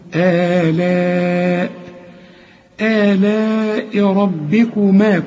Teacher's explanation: آلاء لازم تمد أربع حركات، لأن ده مد اسمه مد متصل، المد هو على الألف اهي، الشرطة العريضة أيوة دي، ها